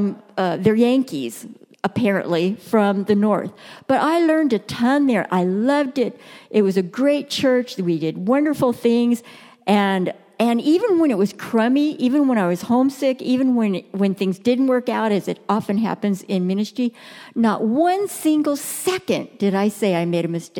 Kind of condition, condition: setting, large echoing room